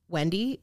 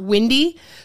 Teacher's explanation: I don't have a Southern accent. So I say Wendy, like a normal person, not Windy. · Shown in: first take